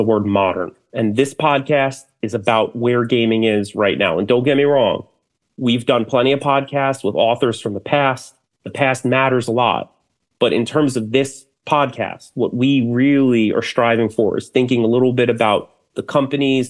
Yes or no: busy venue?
no